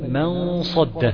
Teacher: الإخفاء ده في غنة، صوت غنة بيخرج من الخيشوم